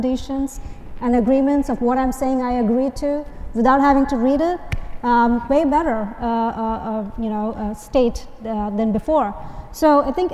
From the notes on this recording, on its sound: We feature a panel discussion from the AWS for Software Companies Executive Forum at re:Invent.